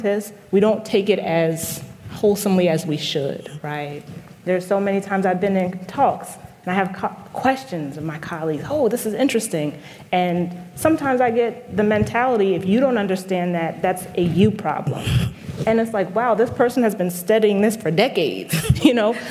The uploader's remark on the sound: We listen to a panel discussion. For The Nature Conservancy in Connecticut ’s annual Nature Talks series. It was recorded in front of a live audience at Grace Farms in New Canaan, CT.